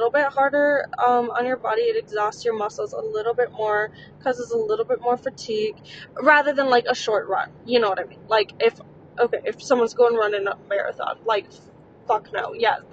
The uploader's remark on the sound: while driving to the wedding